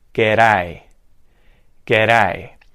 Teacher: You want to turn that hard D into a D or T flap of the tongue · Term: T or D flap